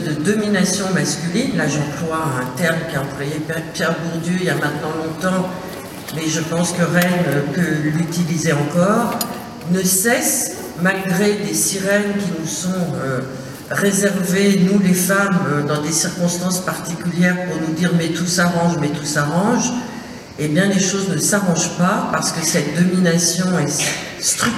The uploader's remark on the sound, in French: Suite de l'enregistrement réalisé à la Maison de Jean Vilar au Festivale de Avignon 2022.